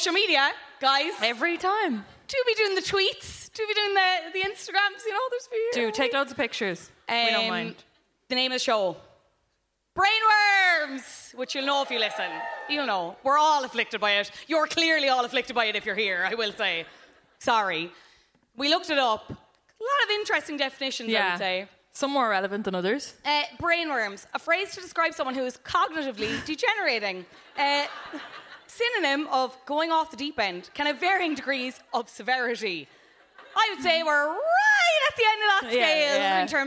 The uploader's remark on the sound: Live from Cyprus Avenue